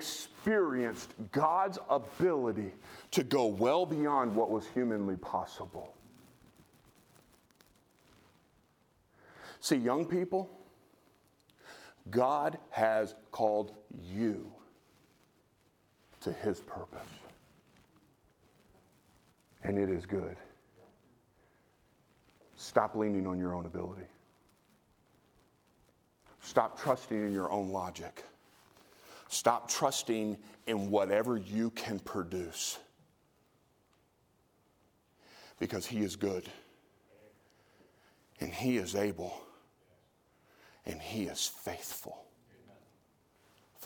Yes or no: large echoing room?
yes